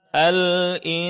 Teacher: Pada huruf nun, di sini terjadi ketika nunnya sukun bertemu dengan huruf sin, yaitu disebut dalam hukum tajwid sebagai ikhfa. Nunnya disukunkan dan disamarkan.